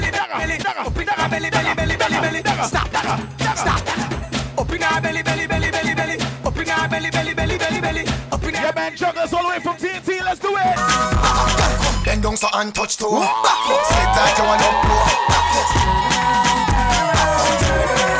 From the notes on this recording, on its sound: LIVE AT ZULU ENCHANTED JULY 2014 [BARBADOS]